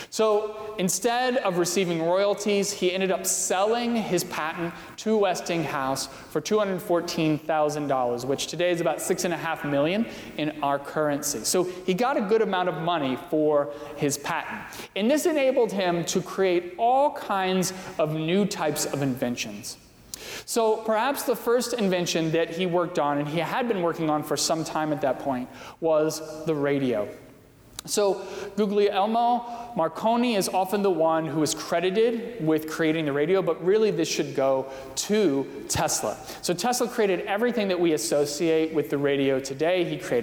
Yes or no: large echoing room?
yes